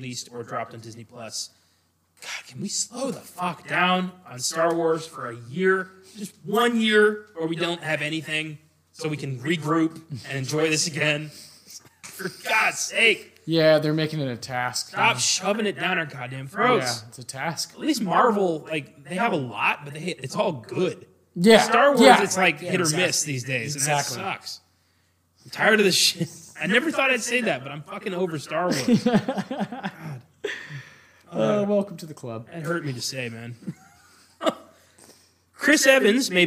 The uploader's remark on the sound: We apologize for the echo.